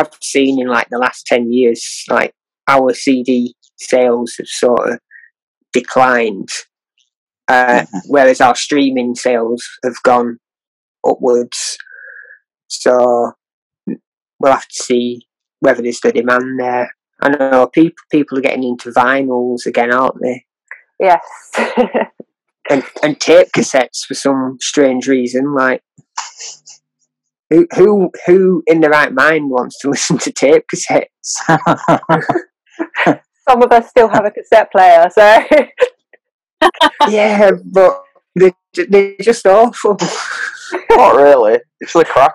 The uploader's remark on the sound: Recorded on May 5th 2021 on Zoom…so that explains the shit quality of sound going in and out.